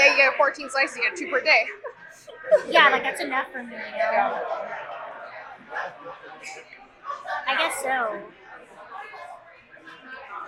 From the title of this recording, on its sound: On Location: Bistro Na's